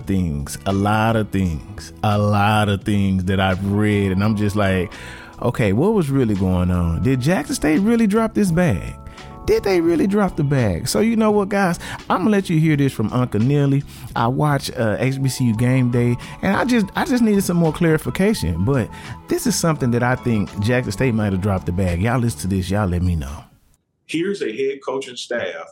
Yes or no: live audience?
no